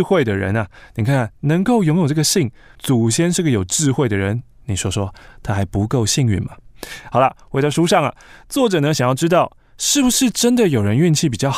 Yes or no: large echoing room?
no